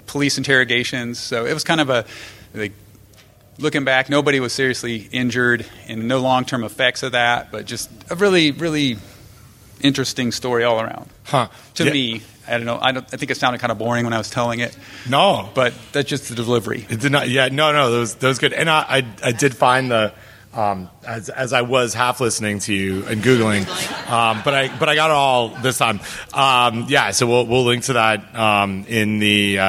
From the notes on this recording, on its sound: Live from AFDO.